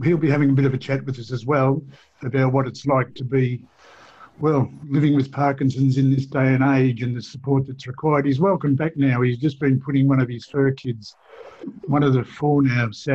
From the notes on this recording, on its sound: We are chatting again via zoom